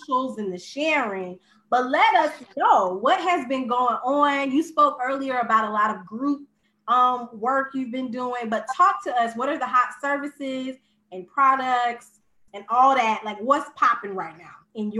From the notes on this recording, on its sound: Originally created for Facebook and Zoom so quality may not be the highest.